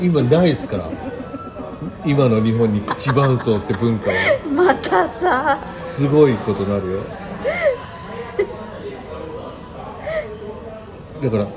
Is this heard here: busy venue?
yes